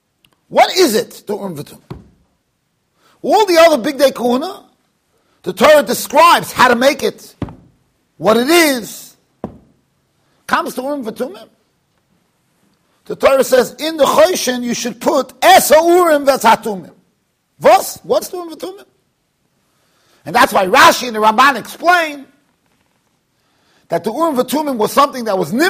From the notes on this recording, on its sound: Shiur recorded in Yeshivas Ohr Reuven, Monsey NY.